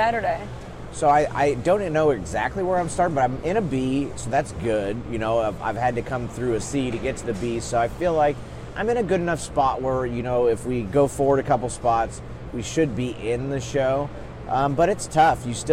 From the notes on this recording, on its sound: live from the Chili Bowl Nationals in Tulsa, Okla.